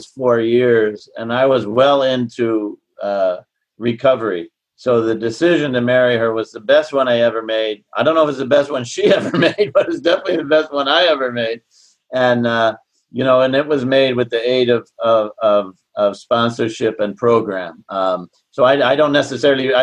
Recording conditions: video call